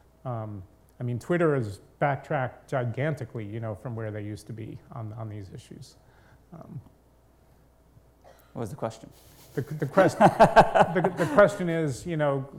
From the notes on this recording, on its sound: Recorded at the CB Insights A-ha Conference